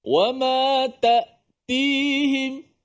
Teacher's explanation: Suara hamzah ni suara yang betul-betul terputus. Tertahan dia pada makhraj hamzah itu. Makhraj hamzah yang berada di pangkal kerongkong kita.